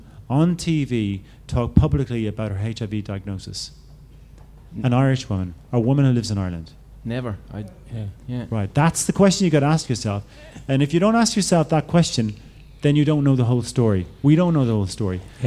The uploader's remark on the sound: LIVE PODCAST.